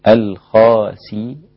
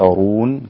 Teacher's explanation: الخاسرون بتفخيم الراء لأنها مضمومة عند كل القراء إلا ورش، فإنه يرققها. ورش يرقق هذه الراء · Shown in: first take · Term: ترقيق